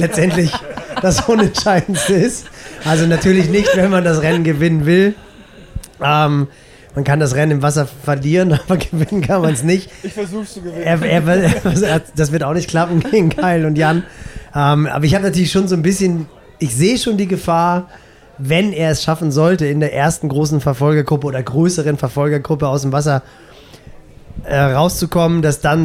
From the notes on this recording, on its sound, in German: Podcast Triathlongelaber live aus Roth. Auf der Messe.